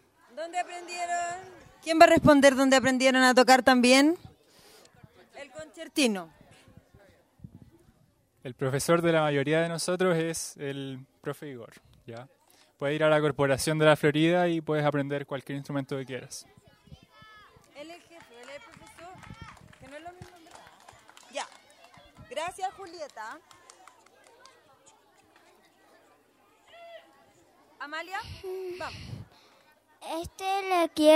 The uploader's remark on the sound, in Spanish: en vivo - 27 Nov 2019